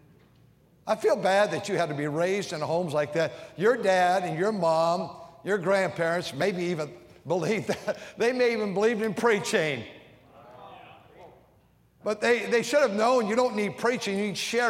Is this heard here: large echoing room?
yes